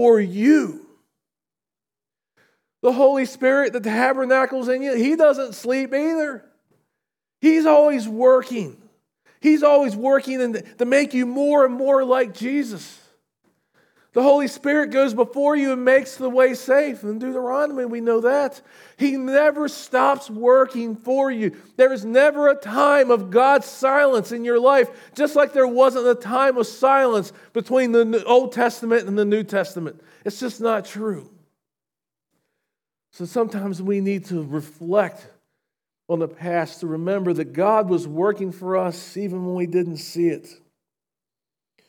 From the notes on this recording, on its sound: recorded at Shenandoah Valley Baptist Church on Dec 31, 2023.